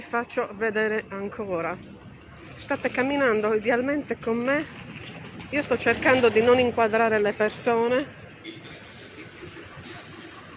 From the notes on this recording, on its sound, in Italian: Live tour descrittivo da Torino Porta Nuova. Podcast live dalla zona della stazione ferroviaria di Porta Nuova.